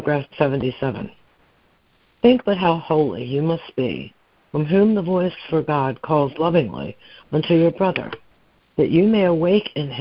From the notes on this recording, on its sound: ACIM Daily Conference Call